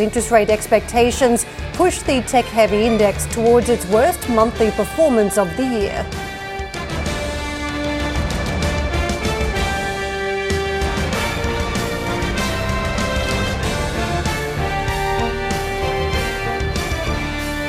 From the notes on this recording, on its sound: We are live at the Ambrosetti Forum on the shores of Lake Como.